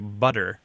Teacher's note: Well, it's possible that the T and the D sounds are formed in nearly the same part of the mouth, and they're remarkably similar sounds, which is why in words like butter, B-U-T-T-E-R, Americans tend to say butter, which sounds like B-U-D-D-E-R